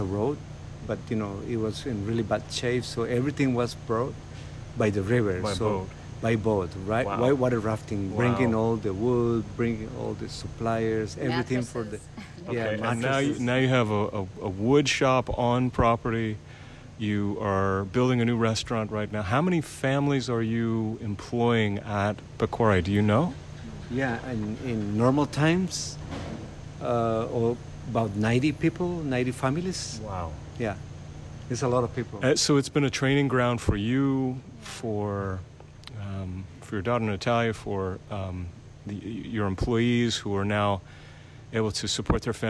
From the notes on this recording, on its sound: With some background noise from macaws and toucans.